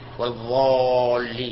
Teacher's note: ينطق بهذه الضاد ضاء مغلظة أيضا، يغلظ، نعم، يملأ فمه منها